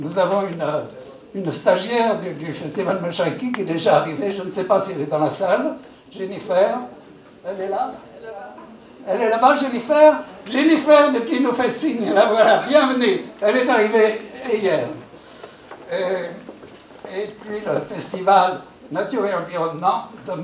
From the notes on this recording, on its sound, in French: Retrouvez ici l'enregistrement de la Conférence de Presse du 33ème Festival de Cinéma Vues D'Afrique. Ce Festival se déroulera du 14 au 23 Avril à la Cinémathèque Québecoise de Montréal.